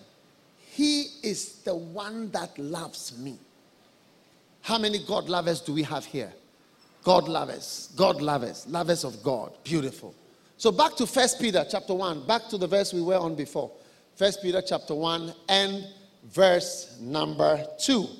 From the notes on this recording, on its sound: Preached during a pastors' and leaders' conference at the Cathedral of praise in Manilla Philippines on the 3rd of December